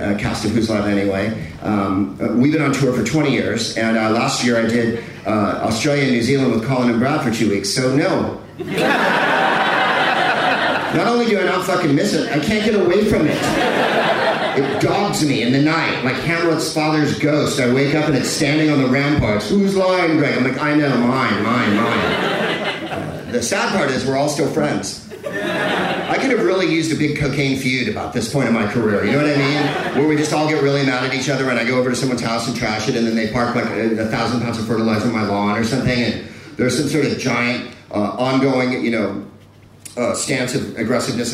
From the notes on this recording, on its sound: In another live show from the Gilded Balloon in Edinburgh for the Edinburgh Festival Fringe.